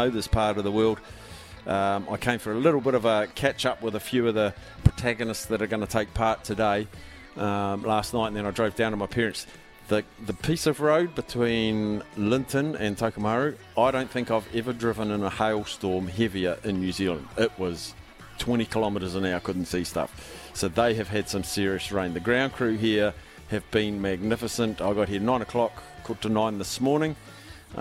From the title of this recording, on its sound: LIVE from Fitzherbert Park